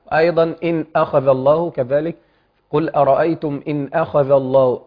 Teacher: ومش سكت بين الميم وبين الهمزة